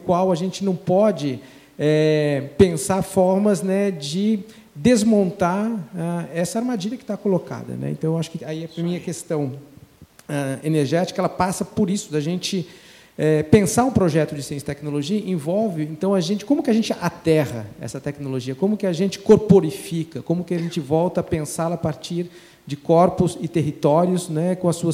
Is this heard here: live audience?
yes